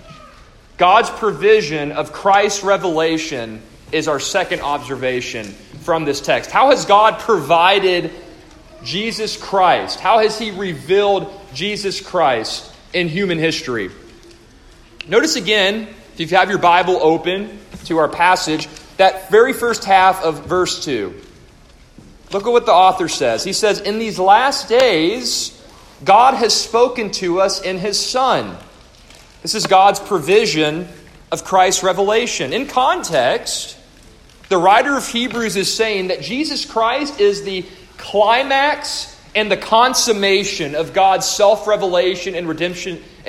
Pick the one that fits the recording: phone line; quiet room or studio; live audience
live audience